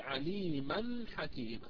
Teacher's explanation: لاحظوا عليما حكيما، عليما هذه آخرها تنوين فتح، وكلمة حكيما أيضا آخرها تنوين فتح، ولكن عليما ما وقفنا على تنوينها بل قلنا عليما حكيما، انتقلنا إلى حكيما. طالما أننا لم نقف على التنوين في عليما بل وصلناه، فإن هذا التنوين ينطق نونا ساكنة · Term: نون ساكنة